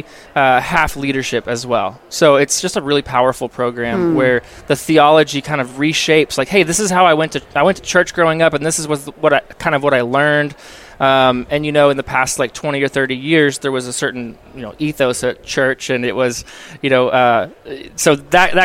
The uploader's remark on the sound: while at the Workmatters Conference in Rogers, Arkansas